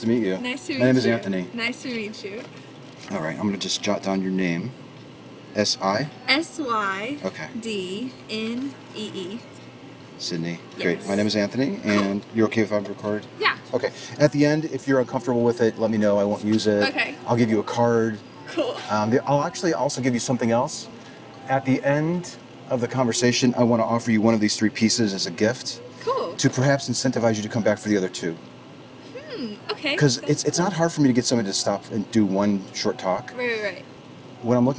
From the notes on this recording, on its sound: Location: San Antonio, Texas. Recorded w/Go-Pro.